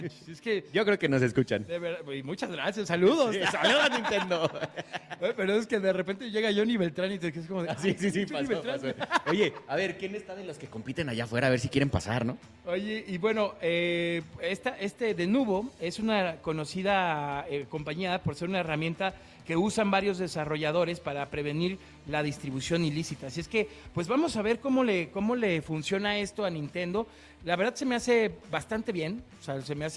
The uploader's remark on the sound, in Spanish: estuvimos en vivo desde la Final Nacional de Red Bull Batalla